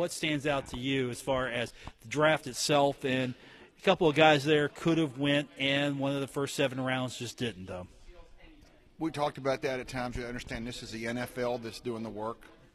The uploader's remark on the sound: Broadcast live from The Union Pub and Grill in Huntington for today's episode.